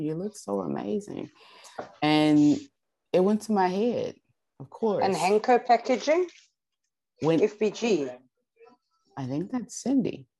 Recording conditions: video call